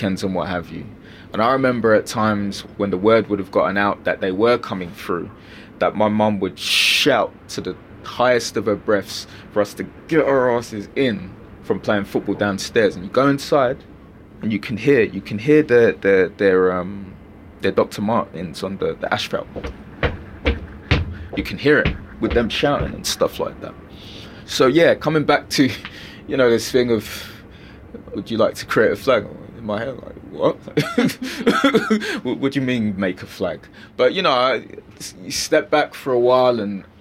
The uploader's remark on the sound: As they travel from Greenwich Peninsula to the Royal Docks. Taking the IFS Cloud Cable Car across the river.